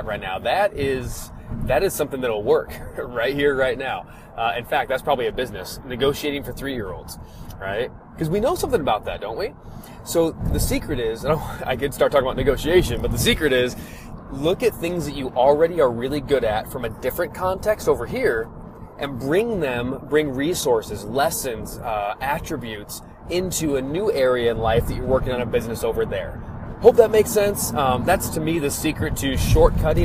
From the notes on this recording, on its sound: The audio in this episode comes from a FB Live I recorded while driving. The audio is not perfect.